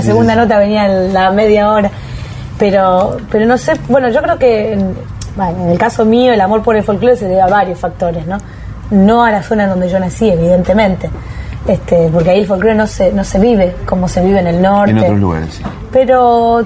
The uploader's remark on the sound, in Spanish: realizada en un bar de Buenos Aires